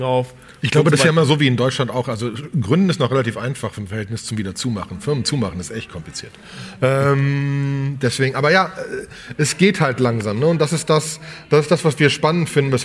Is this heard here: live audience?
yes